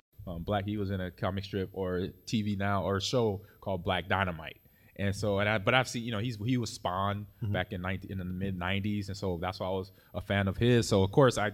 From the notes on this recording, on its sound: Live from the Fan Expo in Chicago